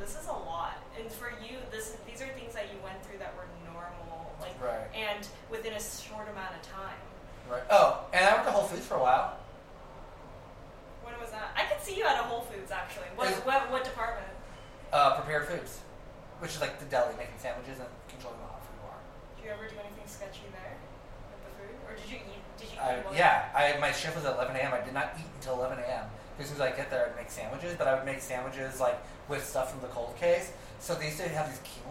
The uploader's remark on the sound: Yes we know the sound sucks. We messed up.